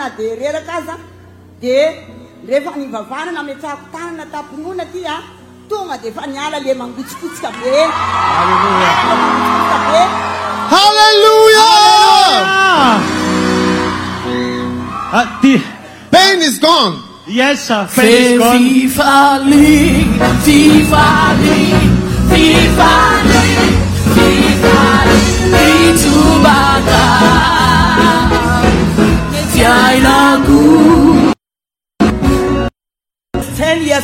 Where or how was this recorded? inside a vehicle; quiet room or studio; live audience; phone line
live audience